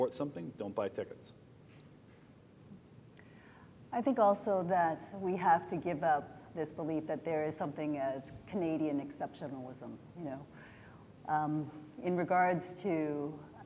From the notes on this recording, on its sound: This in-person event was part of the CJF's J-Talks program.